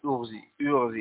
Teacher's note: إذا أردت أن تأمر أنثى، أن تأمر أنثى وكان الفعل واويا فهمزة الوصل لا تكون خالصة الكسر ولكن تكون مكسورة مع أنها مشوبة بحركة الضمة · Term: كسر مشم الضم